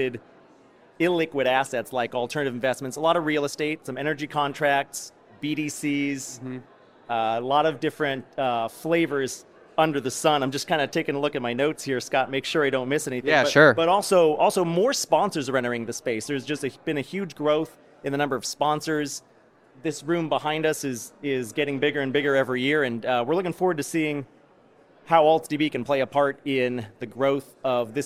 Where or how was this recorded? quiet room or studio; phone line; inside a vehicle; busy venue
busy venue